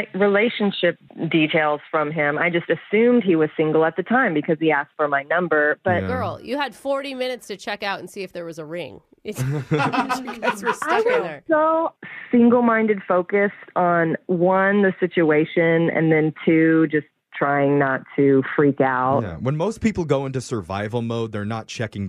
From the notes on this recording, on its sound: The couple on the phone today